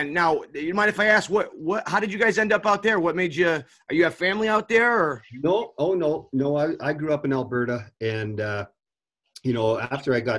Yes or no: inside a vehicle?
no